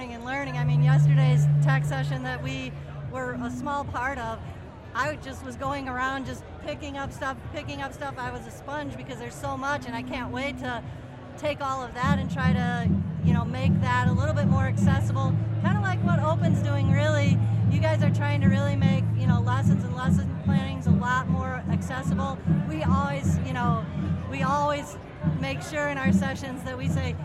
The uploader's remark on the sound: Live from SHAPE Nashville. Tune in to hear all the fun and insight from the national conference as it took place from the US Games booth in the Exhibit Hall.